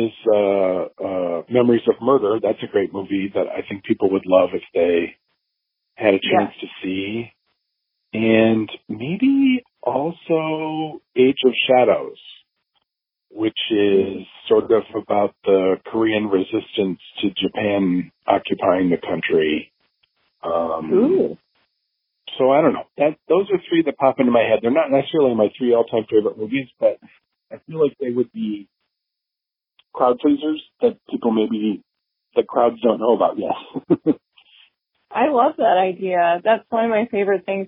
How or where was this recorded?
phone line